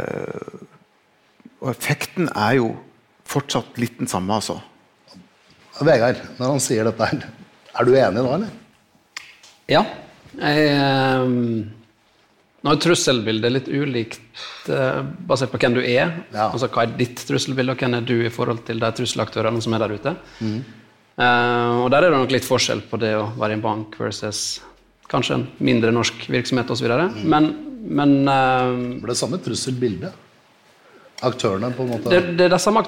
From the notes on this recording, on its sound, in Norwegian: Live fra Kristiansand. Ukens episode er en liveutgave fra Kristiansand.